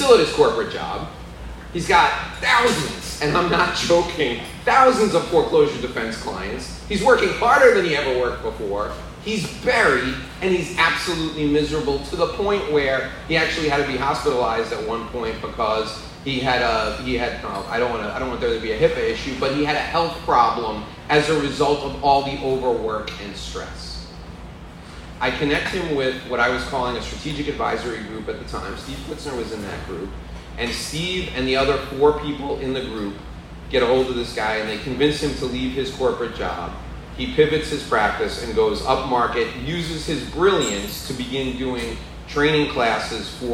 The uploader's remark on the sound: This is a live presentation I did in front of an audience of professionals in Hallandale Beach, Florida.